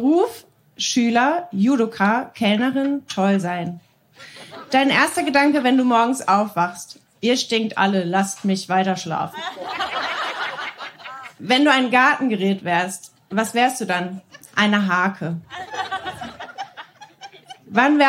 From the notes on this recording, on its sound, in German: Ausschnitte aus der Veranstaltung vom 22.07.2021 im Kulturhaus Insel der Jugend, Berlin. Texte von gestern“-Liveshow. Heißen Dank an das Kulturhaus Insel, unser tolles Publikum.